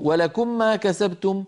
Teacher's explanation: هو أدغم الميم في الميم لكنه لم يأتي بغنتها المطولة، هذا خطأ